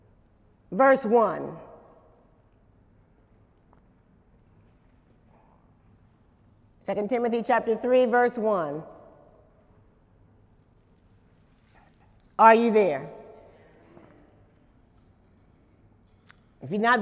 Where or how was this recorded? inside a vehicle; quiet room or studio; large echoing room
large echoing room